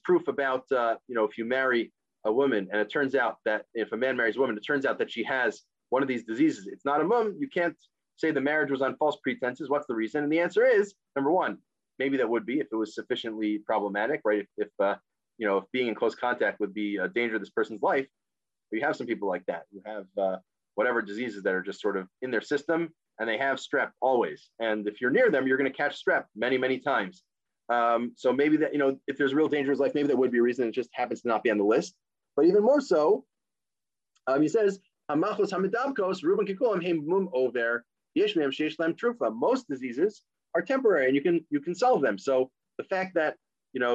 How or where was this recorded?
video call